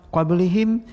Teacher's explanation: Apabila wasal pada kalimah qablihim, mim mati mim sakin bertemu dengan kaf dengan idhar syafawi